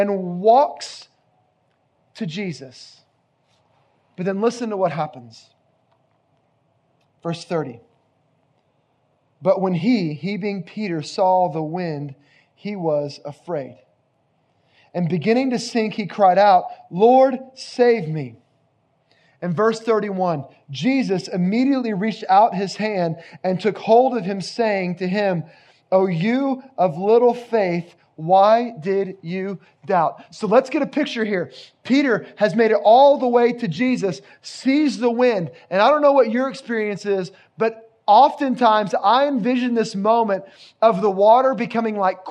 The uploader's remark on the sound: Location: Grace Bible Church Creekside